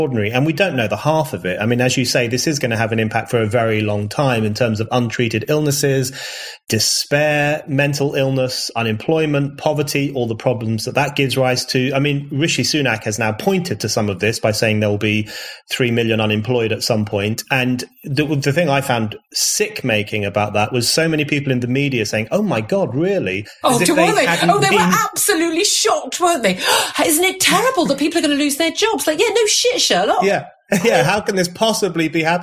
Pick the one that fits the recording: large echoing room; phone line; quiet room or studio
quiet room or studio